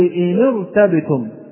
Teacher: ولكن الهمزة الموجودة في كلمة ارتبتم همزة وصل، والراء بعدها ساكنة، فلو أننا وصلنا الكلام لكانت النون ساكنة بعدها راء ساكنة، فكسرت النون لالتقاء الساكنين